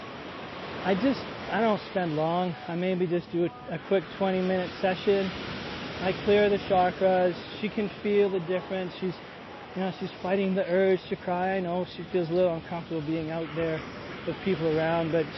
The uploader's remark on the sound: walking on a beautiful beach in Costa Rica, the sun shining, the breeze blowing, the waves coming